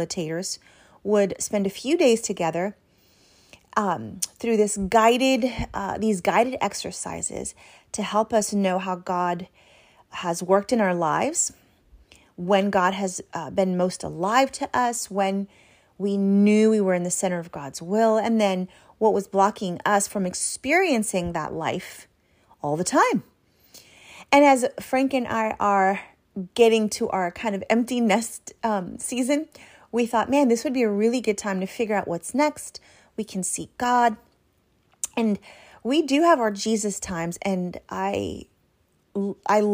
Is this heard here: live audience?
no